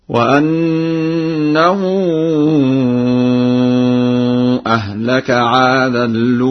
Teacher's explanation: قرأ ورش بنقل حركة همزة الأولى إلى اللام وحذفها وإضغام التنوين في اللام هكذا: وأنه أهلك عادا الأولى.